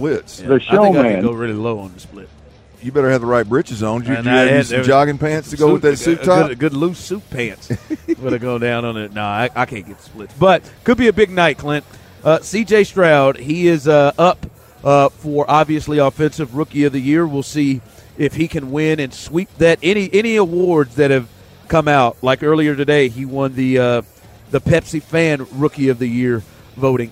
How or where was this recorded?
busy venue